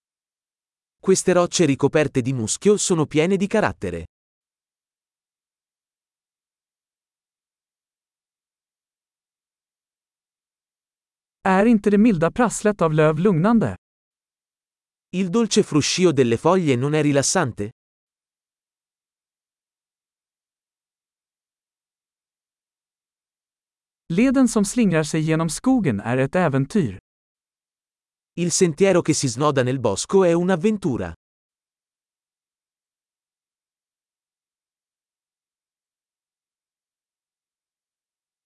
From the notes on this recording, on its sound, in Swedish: Ljudet av den porlande bäcken är terapeutiskt.